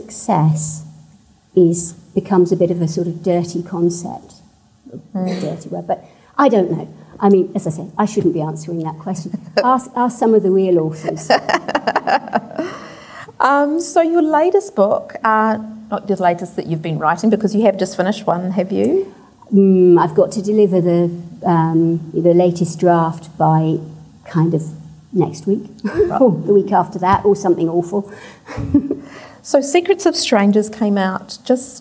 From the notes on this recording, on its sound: At the 2021 Marlborough Book Festival.